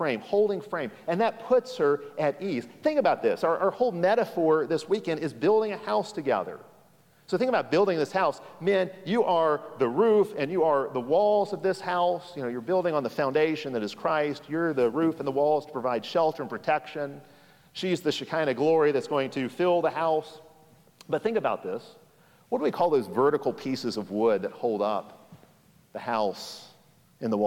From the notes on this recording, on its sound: Session 4 of 4 from the Keep Austin Conference, 2022. Hosted by King's Cross Reformed Church in Austin, TX.